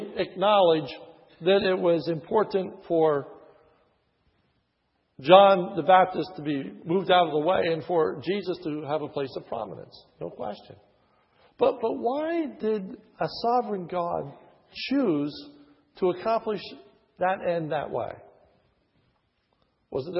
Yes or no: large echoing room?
yes